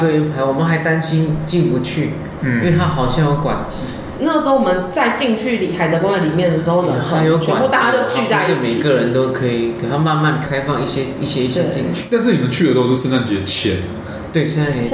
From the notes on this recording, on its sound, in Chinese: 本集白噪音指數：蚊風級 1/5。錄音地點： Charlie's Sports Bar。